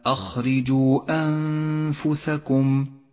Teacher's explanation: المثال التالي المد المنفصل عند قوله تعالى أخرجوا أنفسكم، جاء حرف المد وهو الواو في كلمة وجاءت الهمزة في الكلمة التالية، ولذلك سمي مدا منفصلا، وهو مد جائز، اخترنا قصر مده على حركتين